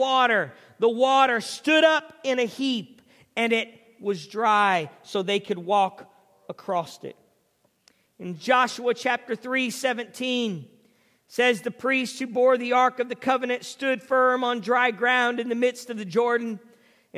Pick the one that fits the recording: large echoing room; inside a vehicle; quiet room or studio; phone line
large echoing room